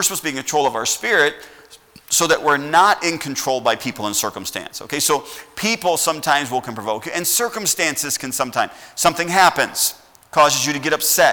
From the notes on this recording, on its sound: at Heritage Baptist Church, Lawrence Kansas on Sunday SS, February 14th, 2021.